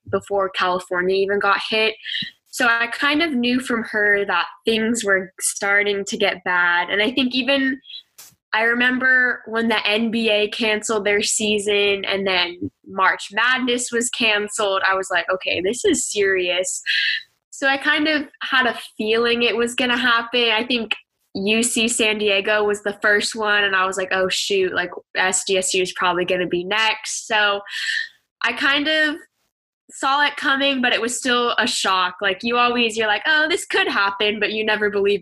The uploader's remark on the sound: this episode was recorded via Zoom, so the audio will not be as clean in some parts of the show